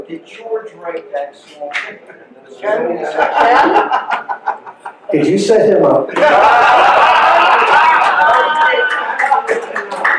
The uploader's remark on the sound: Live from the NY Fest for … Fans. In the Palisades Ballroom at the Hyatt Regency on the Hudson in Jersey City, NJ, Talk More Talk revisits the year 1973 in front of a live audience.